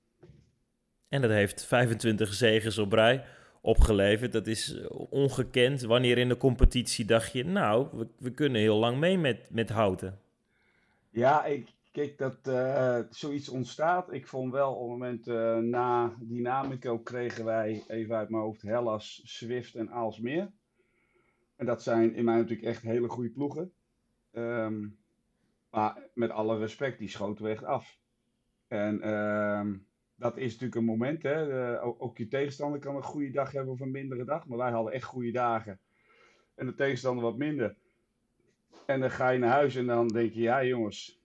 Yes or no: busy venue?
no